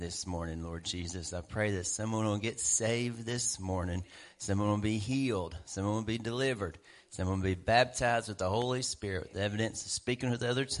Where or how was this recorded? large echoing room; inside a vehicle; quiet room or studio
large echoing room